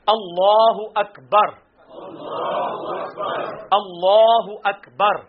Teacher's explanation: لام کو پر پڑھنا ہے کیونکہ اللہ کا لام جو ہے وہ پر پڑھا جاتا ہے